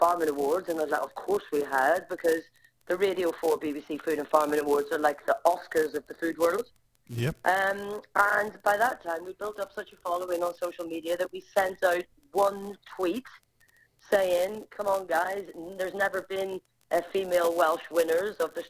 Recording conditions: poor sound quality